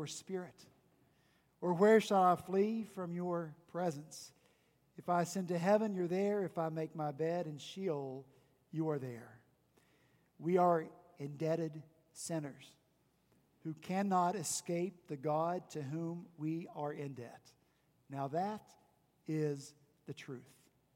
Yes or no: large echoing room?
yes